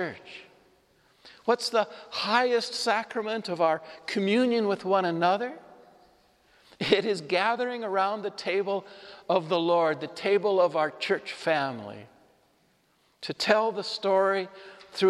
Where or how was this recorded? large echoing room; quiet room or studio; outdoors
large echoing room